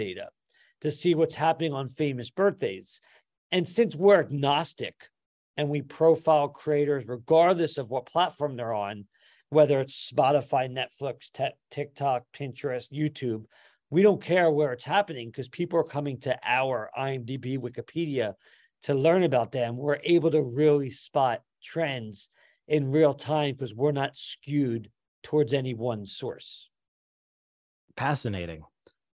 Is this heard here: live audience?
no